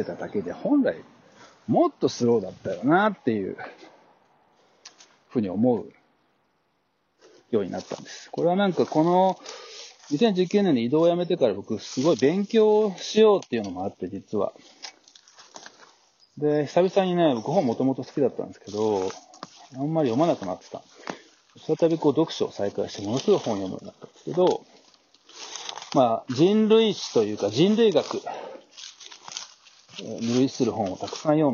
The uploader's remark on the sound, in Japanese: 自給自足を支える自宅のフードガーデンで、命の植物たちと向き合いながら、2021年を振り返る。野外で作業しながら収録。若干聴きづらい点があるかもですが、何卒ご了承ください。